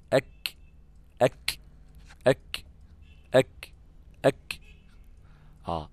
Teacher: بالنسبة بقى لمخرج حرف الكاف، أك أك أك أك أك، أقصى اللسان مع ما يقابله من الحنك اللحمي والعظمي، نقطة التقاء اللحمي مع العظمي لما بيصطدم بهما أقصى اللسان يخرج حرف الكاف.